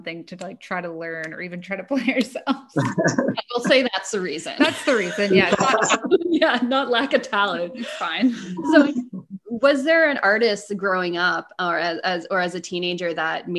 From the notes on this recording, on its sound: joins us via zoom